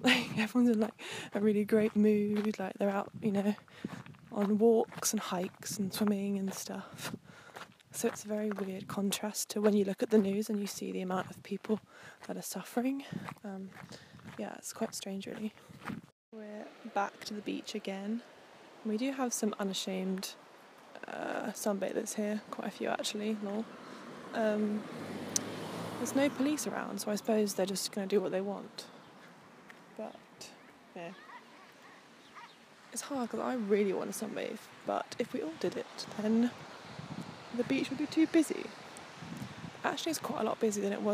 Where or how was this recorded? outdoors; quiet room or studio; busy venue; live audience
outdoors